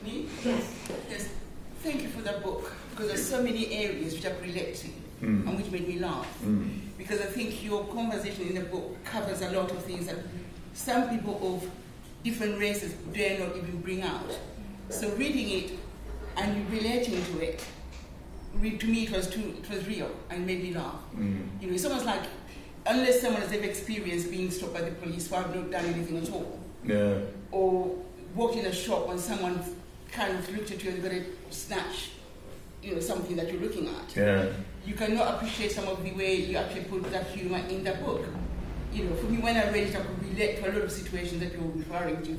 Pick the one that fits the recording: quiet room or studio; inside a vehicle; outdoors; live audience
live audience